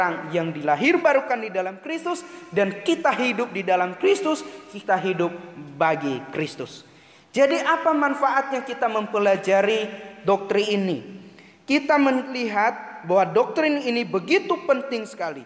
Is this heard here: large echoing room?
yes